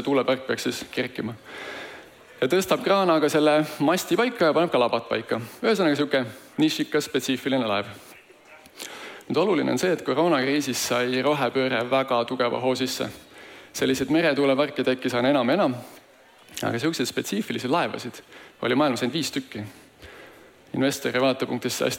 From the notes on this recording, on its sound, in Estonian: Taasesitamisel on suursündmusel InvesteerimisFestival 2022 toimunud